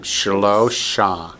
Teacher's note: If you break it down into syllables, it's sh-lo-sha. But that first syllable is really short, so it becomes shlosha.